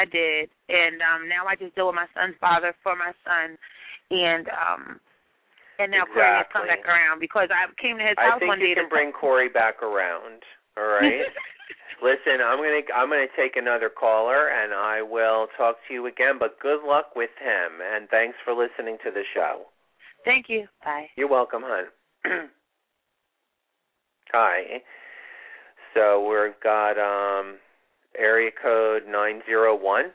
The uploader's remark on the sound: It's a call in show!!!